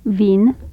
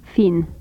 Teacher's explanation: Labial dental fricatives, voiced and voiceless